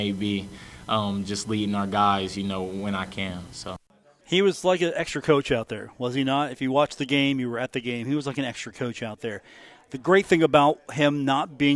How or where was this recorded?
busy venue